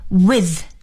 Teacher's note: 我们要把这个舌尖呢伸在上牙齿和下牙齿中间，同时呢还要产生摩擦，with。With 是和谁谁在一起，和谁谁谁一道的意思。学完了单词，让我们继续来认识两位新的外国朋友，他们都是谁呢？ · Term: th 的发音